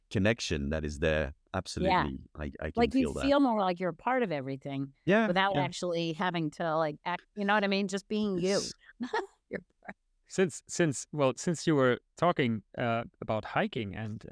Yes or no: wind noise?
no